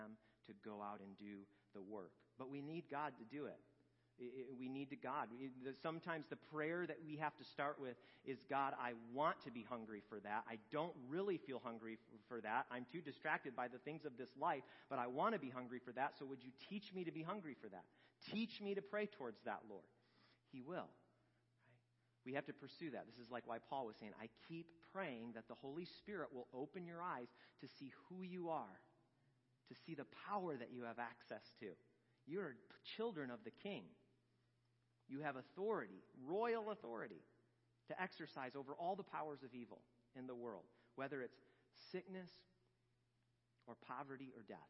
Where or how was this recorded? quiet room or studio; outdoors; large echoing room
large echoing room